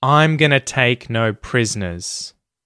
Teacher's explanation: So, I'm, the pronoun, and the auxiliary verb contracted together gets a bit of an emphasis there. I'm, gonna, is unemphasized. Take is emphasized. No is emphasized. · Term: rhythm